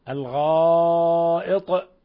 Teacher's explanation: الغائط مد متصل، اتصال الهمزة بحرف المد في نفس الكلمة، مد من 4 إلى 5 حركات، ولا يخفى في الوقف على الطاء من القلقلة إذا وقفنا.